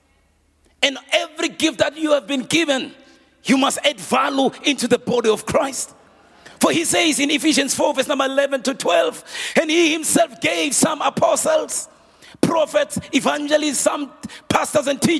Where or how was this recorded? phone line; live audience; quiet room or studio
live audience